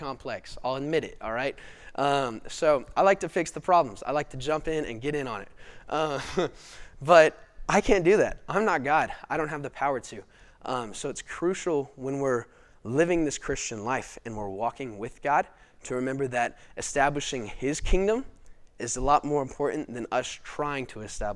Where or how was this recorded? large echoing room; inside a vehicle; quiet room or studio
large echoing room